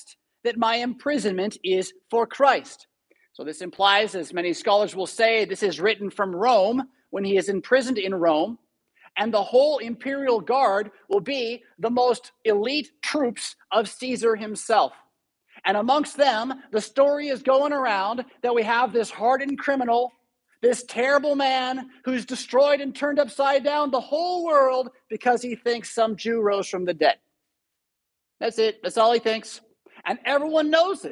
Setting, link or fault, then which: setting, large echoing room